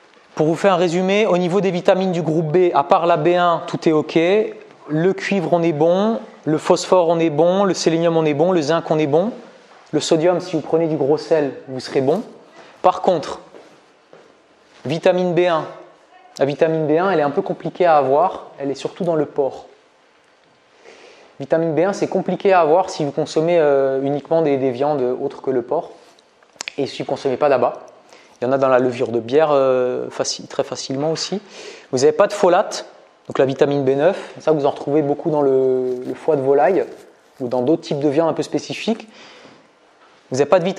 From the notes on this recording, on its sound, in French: Extrait de conférence.